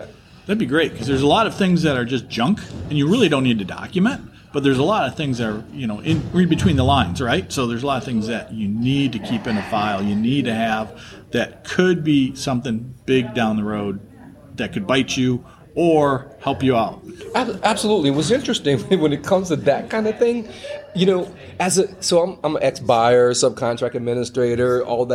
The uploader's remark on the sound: while at the FPS Las Vegas week long conference in September 2023